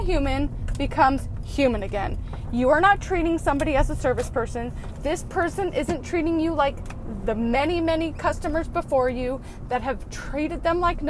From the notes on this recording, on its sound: Random thoughts in the car, at the moment.